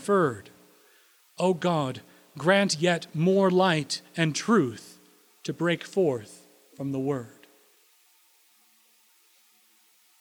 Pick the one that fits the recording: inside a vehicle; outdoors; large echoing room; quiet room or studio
large echoing room